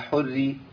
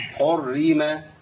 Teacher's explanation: حري. ايوه، الراء مشدده بالكسر. يبقى عندي رأيين مرققين. · Shown in: first take